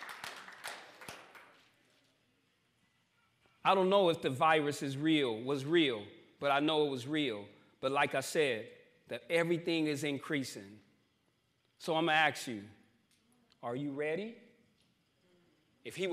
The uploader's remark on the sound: New Freedom Recovery Church Live from New Freedom